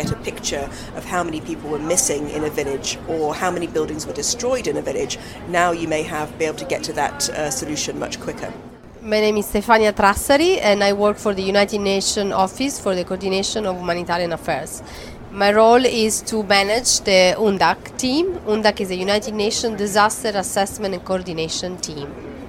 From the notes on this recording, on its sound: Recorded during High-Level week of the General Assembly, and featuring some of the many experts, UN officials and politicians who filled UN Headquarters during late September 2018.